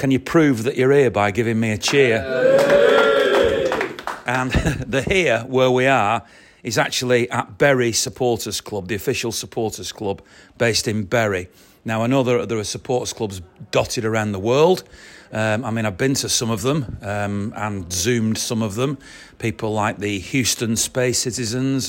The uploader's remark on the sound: Special Forever Blue 'Live' From the Bury MCFC Supporters Club.